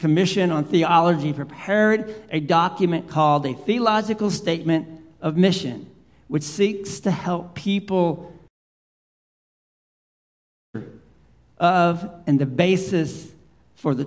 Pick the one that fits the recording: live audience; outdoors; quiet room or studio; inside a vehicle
live audience